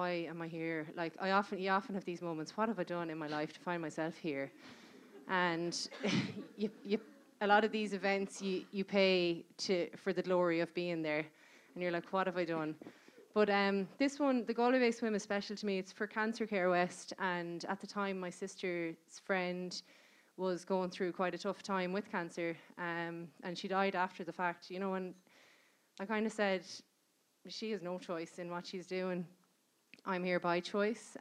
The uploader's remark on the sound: This part two of a live podcast recorded in the (Whale Theatre) in January 2020.